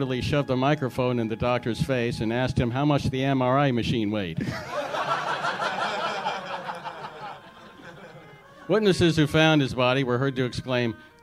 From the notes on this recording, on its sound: Live at Trepany House in LA. Big blowout bash blast at Trepany House in Los Angeles.